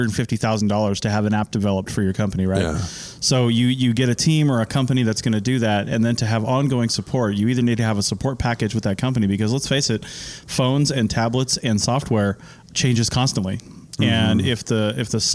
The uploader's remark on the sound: sit down at the 2020 Society for Historical and Underwater Archaeology annual meeting in Boston, MA